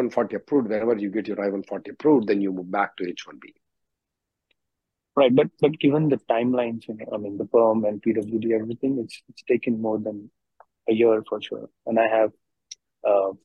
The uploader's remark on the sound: Conference Call